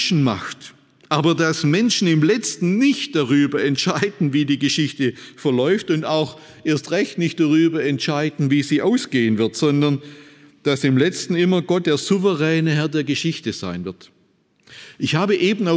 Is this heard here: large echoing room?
yes